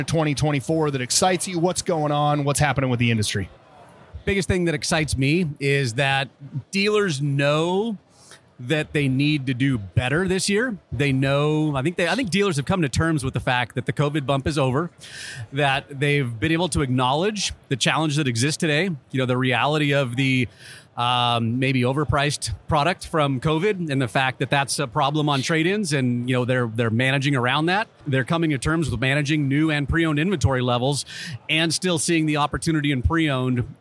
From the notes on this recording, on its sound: They recorded live on the floor of the AIMExpo in Las Vegas.